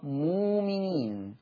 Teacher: مؤمنين تبدل الهمزة الساكنة بواو مادية لأنها قبلها حرف الميم